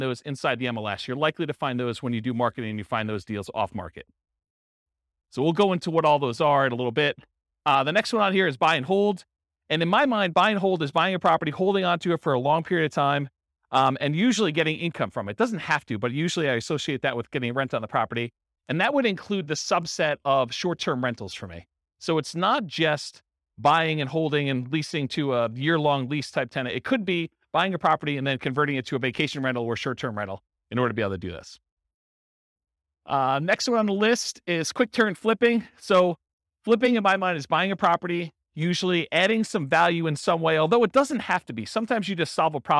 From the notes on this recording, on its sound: Real estate entrepreneurs in Baton Rouge, Louisiana. This was a live class recorded to give investors a solid qualitative overview of all the different real estate investing strategies. The live in-person version.